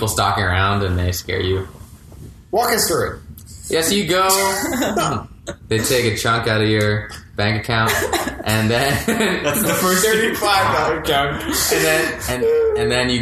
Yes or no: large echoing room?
no